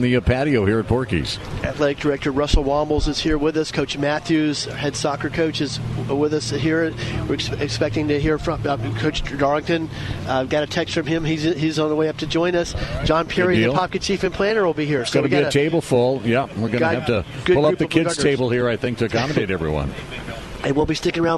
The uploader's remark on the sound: Live From Porkies BBQ